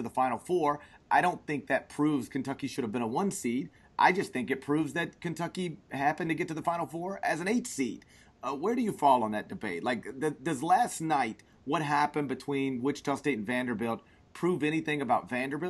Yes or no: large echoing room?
no